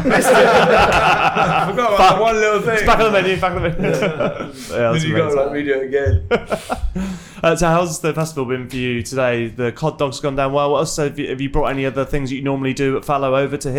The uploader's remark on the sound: are at The Home of Food Festival 2023, Lord's Cricket Ground